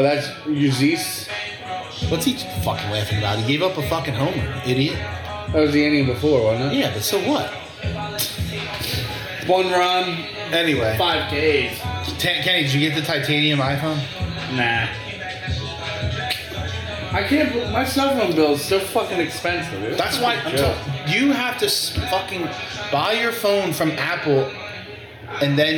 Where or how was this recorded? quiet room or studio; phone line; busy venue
busy venue